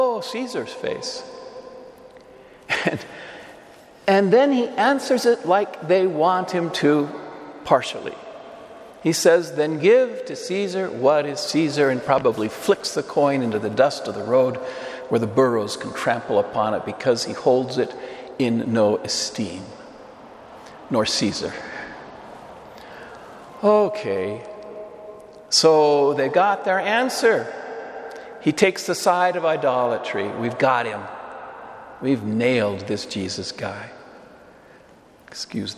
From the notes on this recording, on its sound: Homily delivered to the Saint Francis Catholic Community in Cuenca, EC.